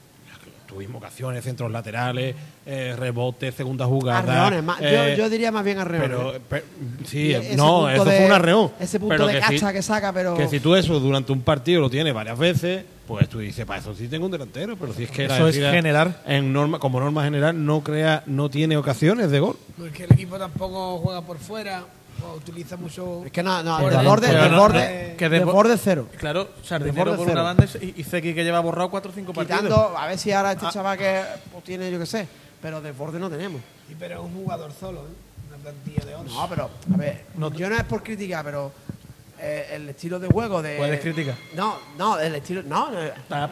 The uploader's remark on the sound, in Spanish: emitido en directo -solo audio- desde La Pxta Calle de Plaza Andalucía